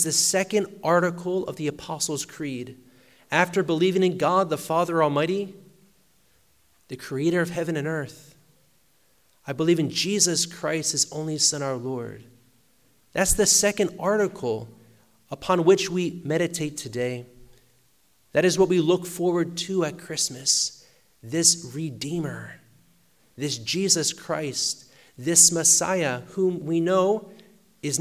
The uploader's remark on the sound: Sermon preached at Blessed Virgin Mary Church Warners, NY SSPX